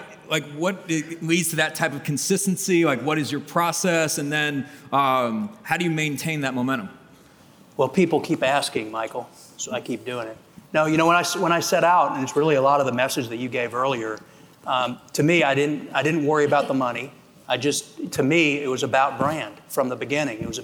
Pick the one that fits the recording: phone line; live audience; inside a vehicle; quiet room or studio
live audience